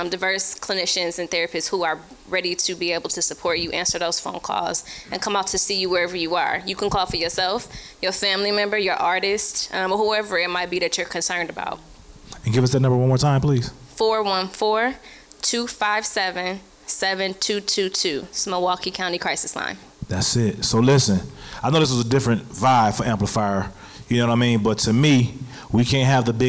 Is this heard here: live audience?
yes